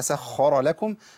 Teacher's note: سخ سخ ما اقولش سخ، ما ينفعش. عندي الراء مفخمه لانها مفتوحه محركه بفتح